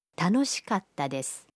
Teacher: Il y a une légère pause entre le ka et le ta de katta.